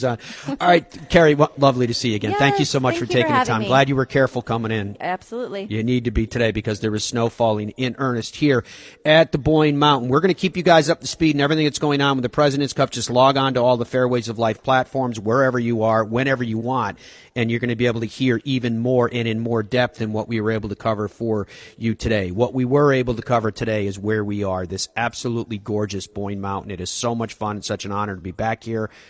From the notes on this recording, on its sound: Live at Boyne. As we broadcast live from Boyne Resorts in Michigan.